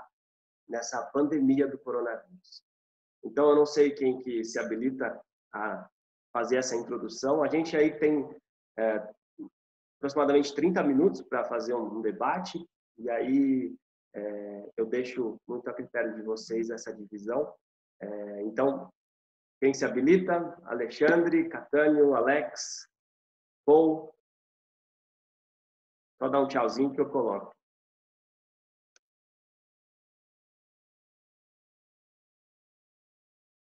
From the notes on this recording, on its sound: via ZOOM.